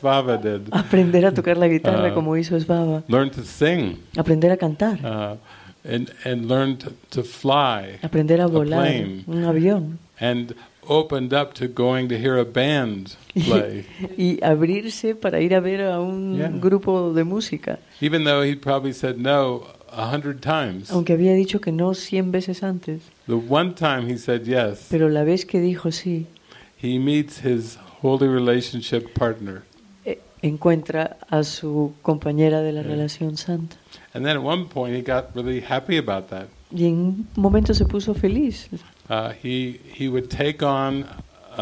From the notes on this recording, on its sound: This is a recording of the movie session from the "Heart of Love" retreat with Spanish translation. Recorded March 17, 2020, at Living Miracles Mexico Center in Chapala, Mexico.